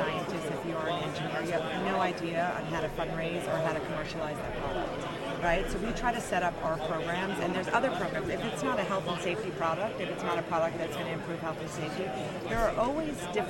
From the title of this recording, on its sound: Super Bowl LIV Radio row